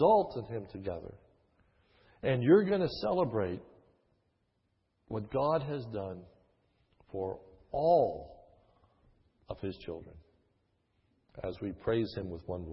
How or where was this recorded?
large echoing room